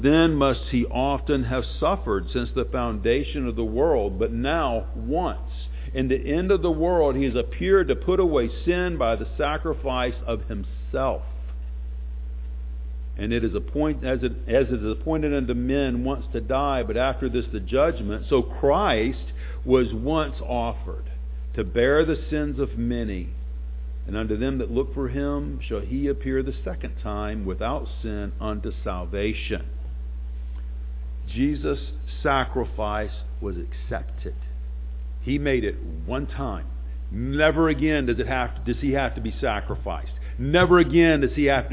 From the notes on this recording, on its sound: Sunday morning sermon